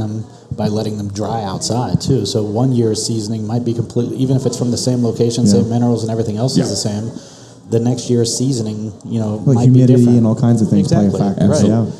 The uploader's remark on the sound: sit down live at Cafe Round II in Grandview